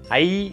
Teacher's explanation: அ என்கின்ற முதல் எழுத்தும் ஈ என்கின்ற மூன்றாவது எழுத்தும் சேர்ந்து ஐ என ஒலிக்கும் அதோடு இல்லாமல் அ என்கின்ற எழுத்தோடு எகர ஒற்றி என்கின்ற மெய்யெழுத்தானது சேர்ந்து ஐ